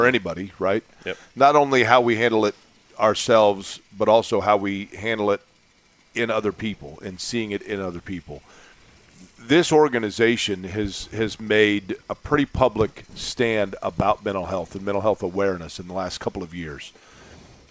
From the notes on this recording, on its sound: LIVE AT COLTS TRAINING CAMP!